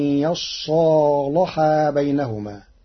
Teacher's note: قرأ ورش كلمة يصلحا بفتح الياء وتشديد الصاد وألف بعدها وفتح اللام، فتصير إلا أن يصالحا بينهما، وله التغليظ والترقيق في اللام لوجود الألف بين الصاد واللام